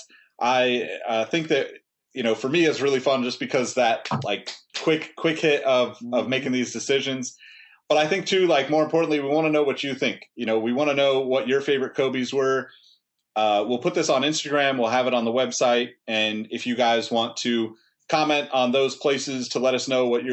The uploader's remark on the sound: Livestreamed with StreamYard. Recorded on Riverside.